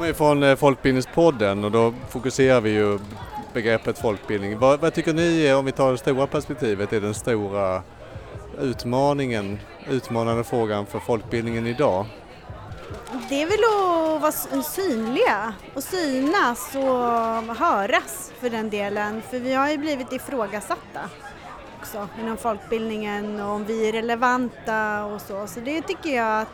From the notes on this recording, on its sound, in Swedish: Folkbildningspodden ställer sex frågor till sex verksamma folkbildare under 2023 års Järvavecka i Stockholm med karuseller, film och partiledartal som ljudkuliss.